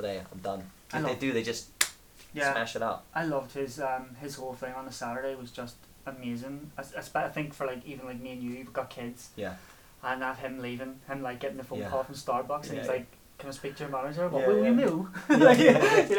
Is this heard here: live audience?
no